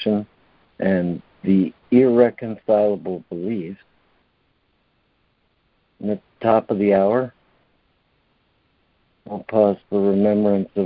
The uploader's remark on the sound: ACIM Daily Conference Call.